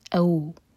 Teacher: ما دو حرکہ لمبا، مات تا ایک حرکہ. او، یہ ہے مدلین، فتح کو واو سے جوڑا جا رہا ہے تو یہ ہے او.